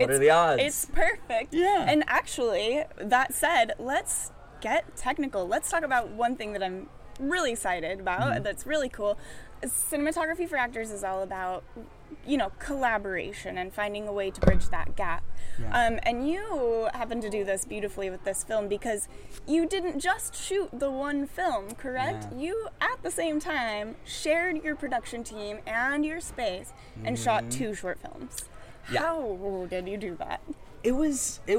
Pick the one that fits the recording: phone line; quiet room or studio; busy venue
busy venue